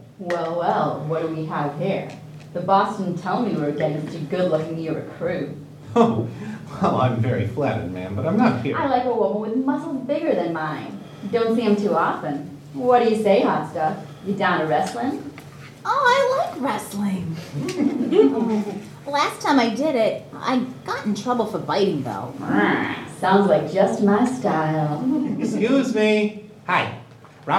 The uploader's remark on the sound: LIVE at Balticon 51